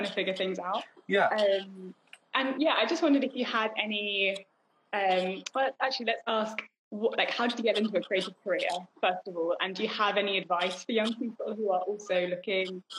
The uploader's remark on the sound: live Instagram interview